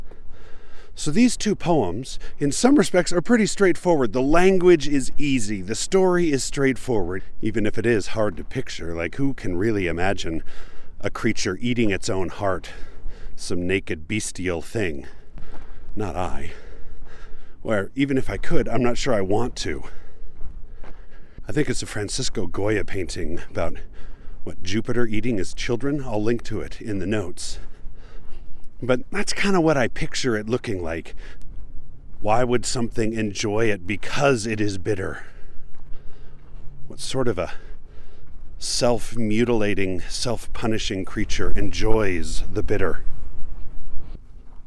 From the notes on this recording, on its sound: Recorded on West Mountain, just west of Spanish Fork, Utah. It was blustery and cold, but kind of weirdly beautiful regardless.